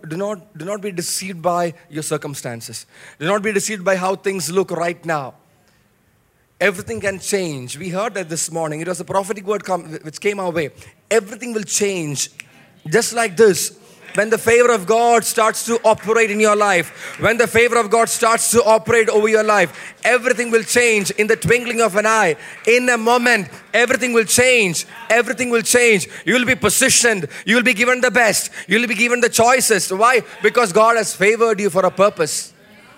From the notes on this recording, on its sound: message preached at the Watch Night Service on 31 December 2023 at Revelation Church.